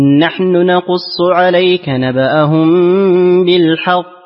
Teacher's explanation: الاختلاس الذي هو الاتيان بجزء من حركة الضمة في النون الأولى، نون نحن